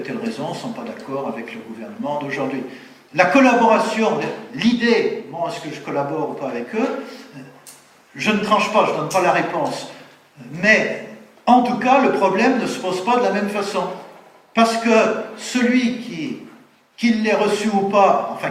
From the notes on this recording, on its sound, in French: Conférence donnée en août 2014 à l'université d'été Academia Christiana.